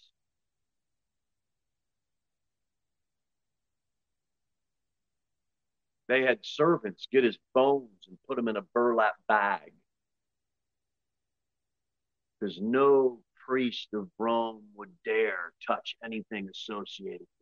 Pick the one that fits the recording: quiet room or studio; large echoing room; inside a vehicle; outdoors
large echoing room